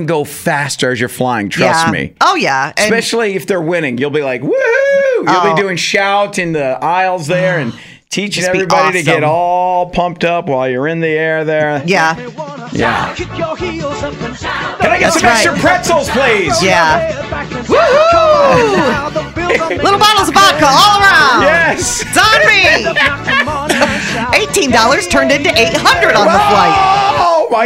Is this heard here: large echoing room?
no